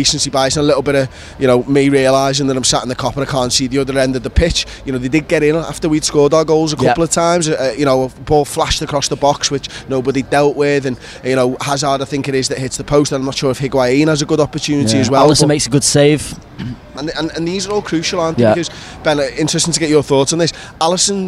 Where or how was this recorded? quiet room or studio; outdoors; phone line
outdoors